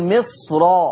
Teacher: الصاد من المستثنيات اللي هتخليك ما ترققش الراء، تفخم الراء